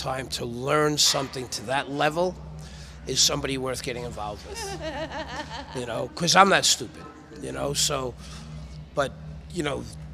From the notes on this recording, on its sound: Live at the Death Parade Film Fest! Welcome to part two of our recording series that took place at the Death's Parade Film Fest in Red Bluff California.